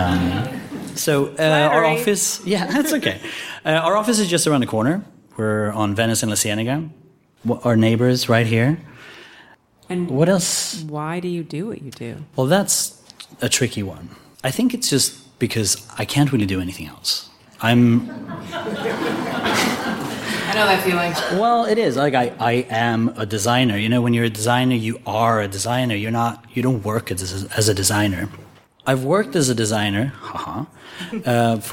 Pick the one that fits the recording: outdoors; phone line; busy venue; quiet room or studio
busy venue